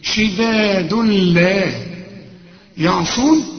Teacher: كل تنوين بعد لام مفيش غنة، ادغام كامل بدون غنة